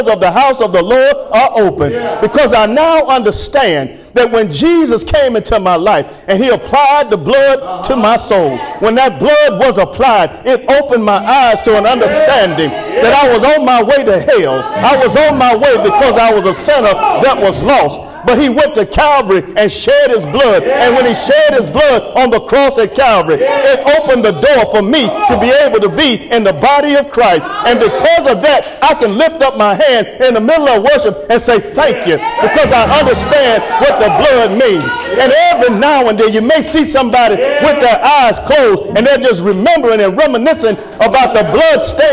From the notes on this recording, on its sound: Sermon preached from Wesley AME Zion Church